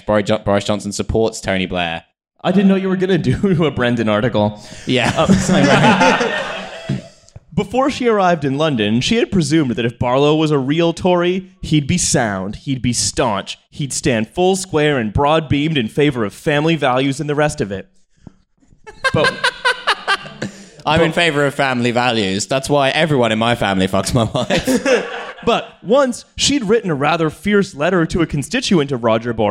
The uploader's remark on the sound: TF Live in Cambridge. We played another show outside of London—this time at Wolfson College in Cambridge.